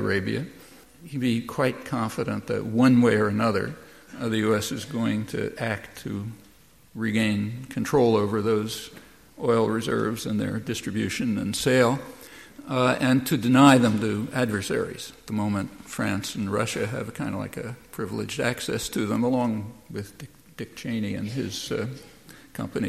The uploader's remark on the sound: Recorded at First Parish Church at an event marking the 25th anniversary of South End Press.